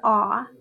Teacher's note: then we have an open vowel sound. It says ah.